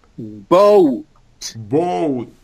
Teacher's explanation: Before the T, there's like a hidden W.